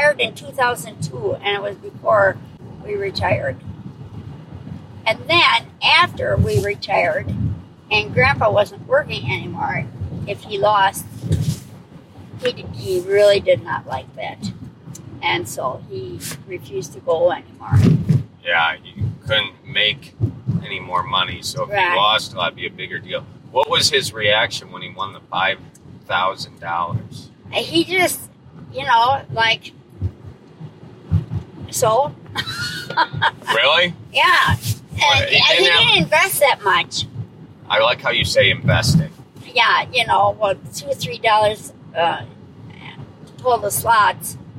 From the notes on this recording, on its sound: Live from a car ride to Ho Chunk Casino